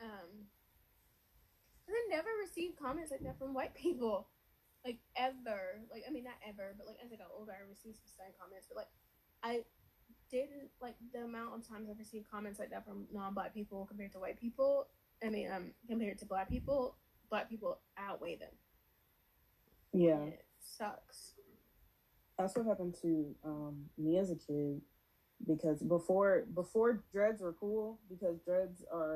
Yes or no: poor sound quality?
yes